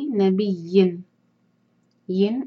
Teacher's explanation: اظہار تنوین کے بعد آگے حروف حلقی عین آ رہا ہے